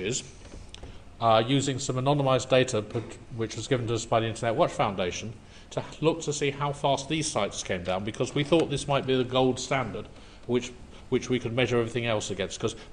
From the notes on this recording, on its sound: A recording from EuroBSDCon 2009